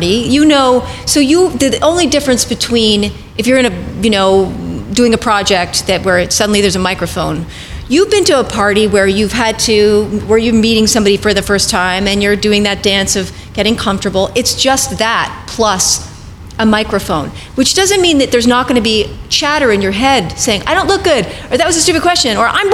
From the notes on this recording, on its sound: We tune in on a live panel discussion.